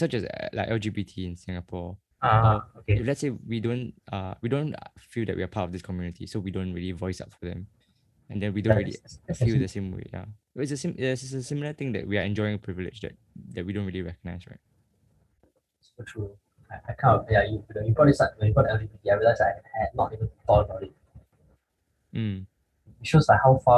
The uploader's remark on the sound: Sincere apologies for the poorer audio quality for this episode, we are still troubleshooting the issue!